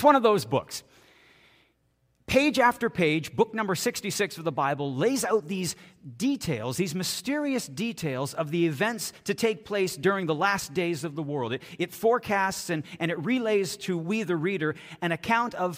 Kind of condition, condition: setting, large echoing room